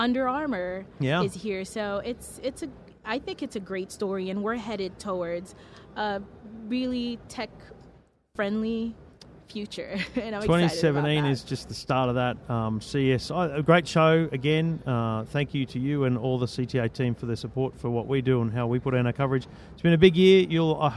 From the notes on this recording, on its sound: Live from CES 2017 in the EFTM Studio